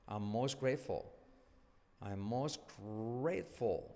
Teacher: La T de most casi no se dice